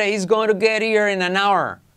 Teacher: Salto la H, hago la T como R.